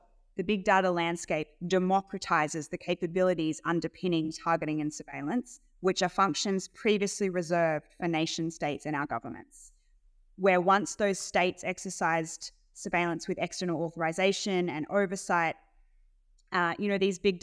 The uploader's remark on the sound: This is an edited lecture I gave at ANU